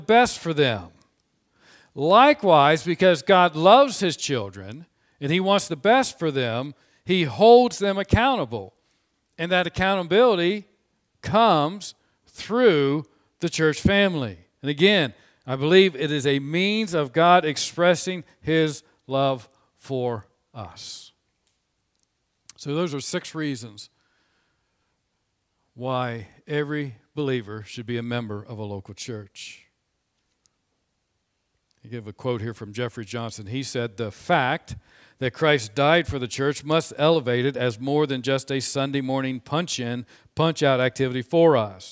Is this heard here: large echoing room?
yes